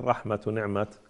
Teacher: أعطينا أو مر، إذا وقفنا على مرسوم الخط، مرسوم الخط في التاء المربوطة والتاء المفتوحة، إذا كانت التاء مربوطة نخف عليها بالهاء، مثل رحمة ونعمة، إذا بالتاء المربوطة نقف عليها بالهاء